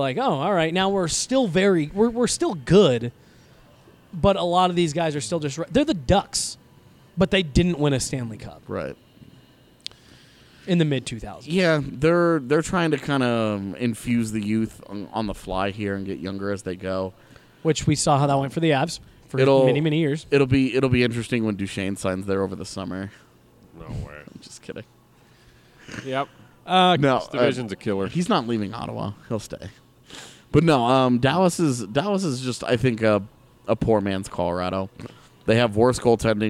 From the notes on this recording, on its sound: The boys are up at Total Beverage in Thornton